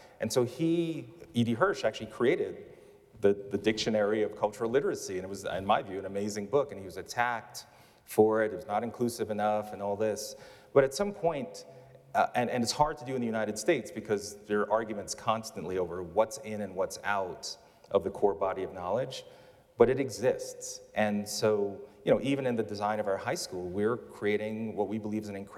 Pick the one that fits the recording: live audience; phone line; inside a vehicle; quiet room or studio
live audience